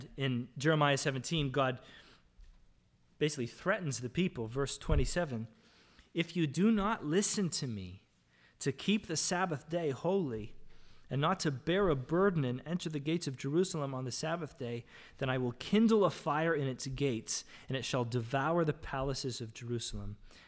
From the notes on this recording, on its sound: This is the audio from the entire service.